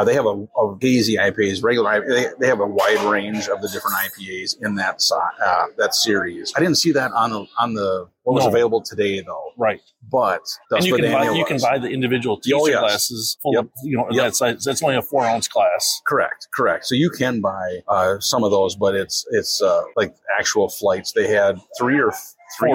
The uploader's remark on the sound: On Location - Destihl Brewing - Normal, IL. This week we are on location in Normal, IL at Destihl Brewing.